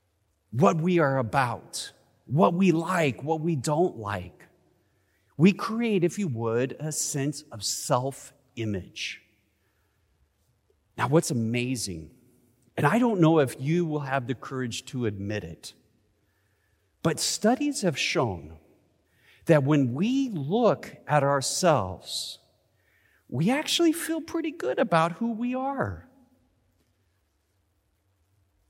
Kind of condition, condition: setting, large echoing room